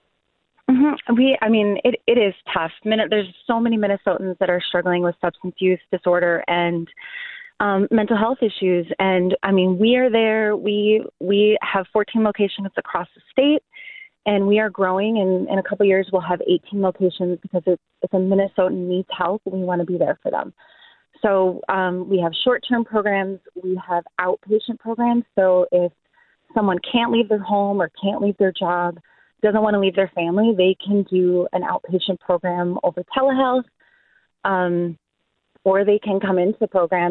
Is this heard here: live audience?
no